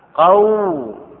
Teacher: فتحة ليست من جنس الواو، حينئذ صارت حرف لين فقط